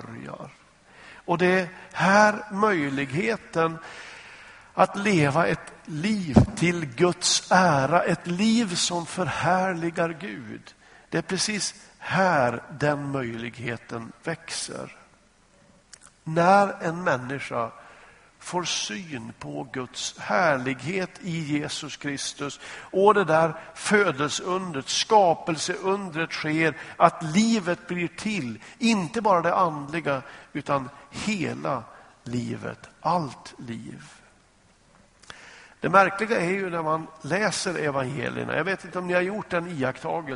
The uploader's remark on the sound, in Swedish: Inspelad i Smyrnakyrkan, Göteborg.